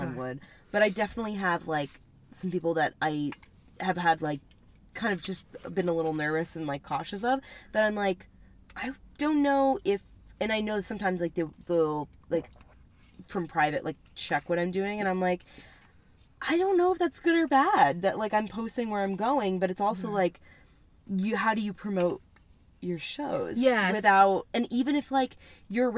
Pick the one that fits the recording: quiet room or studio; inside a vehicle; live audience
inside a vehicle